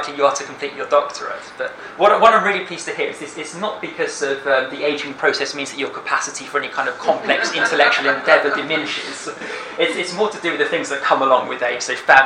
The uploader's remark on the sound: speaks at the SRHE Network event Perspectives on Submission and Completion of the Doctorate